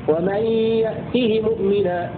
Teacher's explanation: روى قالون بكسر الهاء بدون صلة